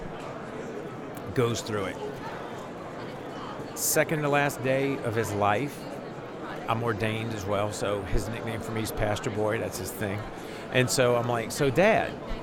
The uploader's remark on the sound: LIVE from NRB 2022!